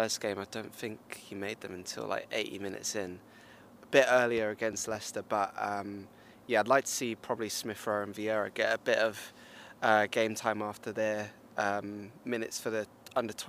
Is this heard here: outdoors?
yes